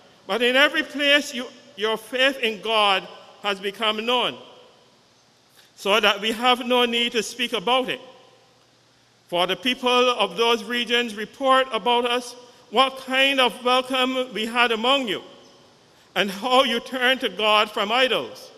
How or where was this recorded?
large echoing room